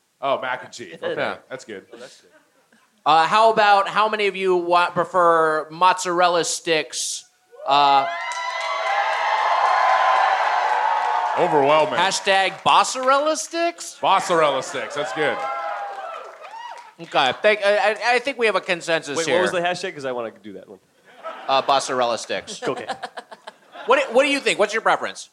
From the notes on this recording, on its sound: Recorded live at the Gramercy Theatre in NYC.